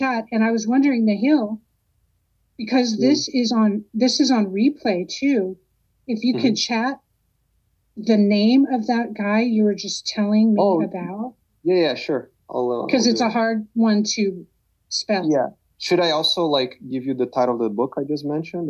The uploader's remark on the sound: Recorded Oct 2022 in a drop-in audio setting at Reddit.